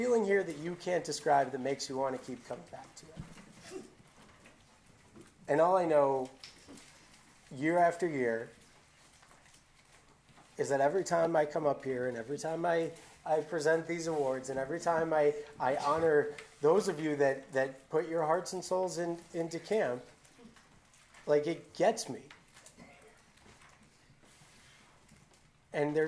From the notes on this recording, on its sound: Final Day/Night Podcast. You'll hear a number of campers and staff stop by for quick stories and memories. The audio of the final awards an honor ceremony for the evening.